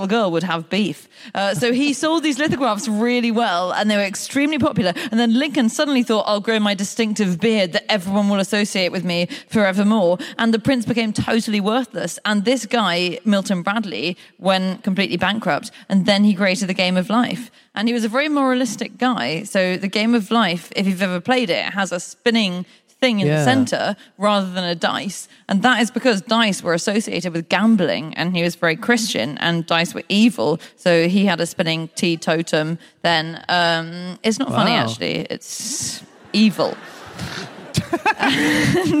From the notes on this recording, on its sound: Live from the Eventim Apollo in Hammersmith